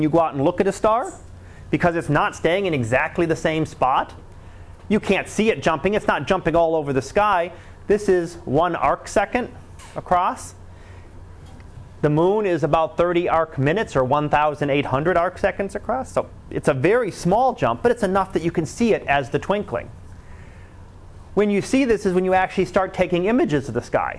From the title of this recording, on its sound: Live Class Lecture